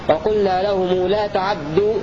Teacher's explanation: اختلاس فتحة العين مع تجديد الدال، أو إسكان العين مع تجديد الدال كذلك وقلنا لهم لا